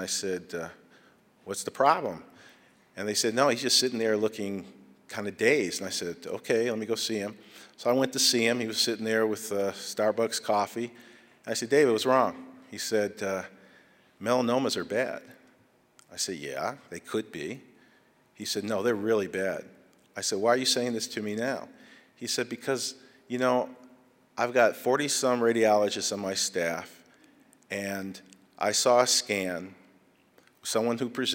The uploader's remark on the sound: This was audio was recorded at the 2012 Fall conference in Las Vegas